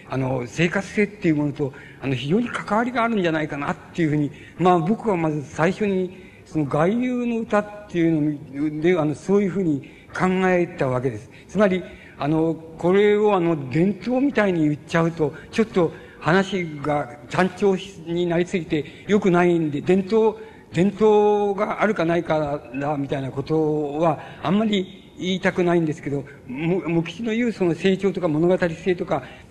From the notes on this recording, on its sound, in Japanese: 主催：斎藤茂吉記念館 場所：山形・上山市民会館。斎藤茂吉の生まれ故郷である 山形県上山市の 斎藤茂吉記念館によって行われた 斎藤茂吉追慕全国大会での講演。たいへんクリア。